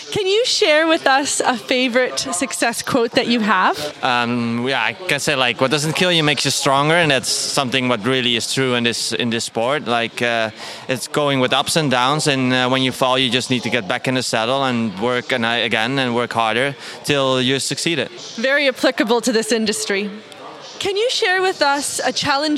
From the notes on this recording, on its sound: recorded the interview in the tent upside the show ring at the Dutch Young Horse Championsip in Ermelo.